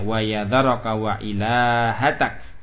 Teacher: Bi kasril hamzati wa maddul lam, dengan mengkasrakan hamzah dan memanjangkan huruf lamnya